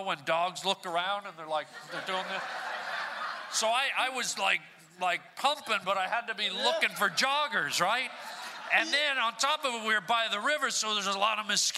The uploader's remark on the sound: SPECIAL podcast recorded LIVE at ATC Podcast FESTIVAL! Recorded today's podcast in front of a live audience. Crowd interaction and a great comedy guest!